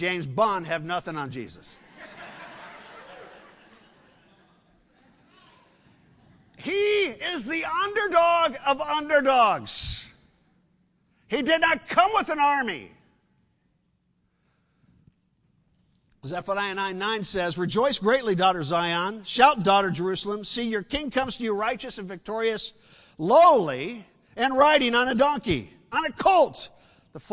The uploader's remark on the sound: Sunday Service